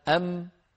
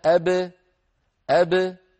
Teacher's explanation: أم خرجت بالتصادم بين الشفتين، بينما أب خرجت بالتباعد بين الشفتين مشبهة الحرف المتحرك.